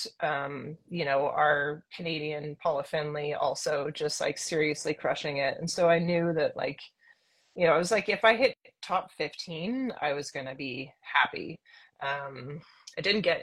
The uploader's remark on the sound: This episode was filmed in September 2023, on IG Live.